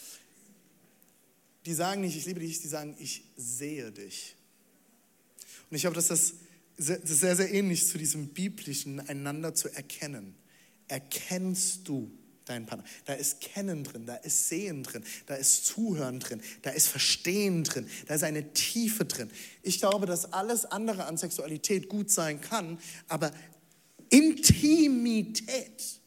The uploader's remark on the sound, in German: Audiomitschnitt der Predigt